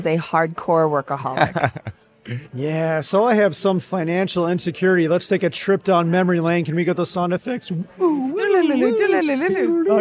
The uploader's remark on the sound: We had a blast recording live at FinCon.